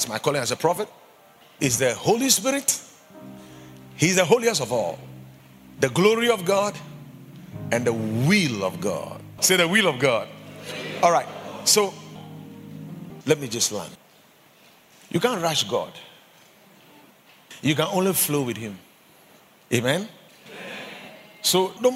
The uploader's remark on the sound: Preached at the Watered Garden Church